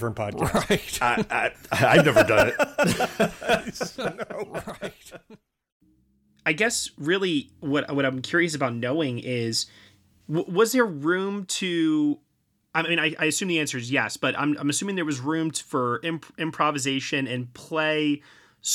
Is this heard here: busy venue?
no